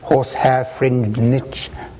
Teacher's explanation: The successive stresses and clotted consonants of the phrase, horsehair fringed niche, slow down the line, and I wonder if it's an example of the over-ingenuity of which I've been rather critical, to feel that the reader is being made conscious of his or her own mouth at this point.